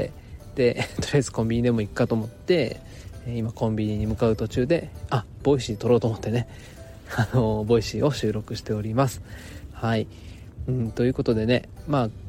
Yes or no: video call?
no